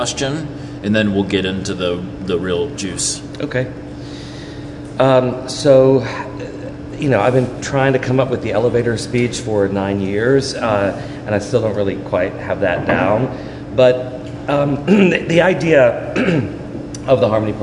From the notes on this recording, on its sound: This is the audio recording from the live event on 10/9/2018